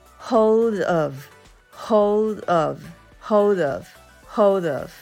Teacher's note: ります。o のところは二重母音 o o でその後に l が来ているので下下のこう先っちょを、えー、上の歯の付け根のところにこうつける感じにして L の音を出します。O ですね。Hold で最後 D。Hold。Hold。になります。でその次の of of これは、えー、of of ではなくて最初の o は uh, uh, o ではなく uh, uh, uh なんあいうえおのどの音でもないっていう音になるこれ手話の音っていうんですけれども uh, of of になりますつなげて言うと hold of hold of hold of hold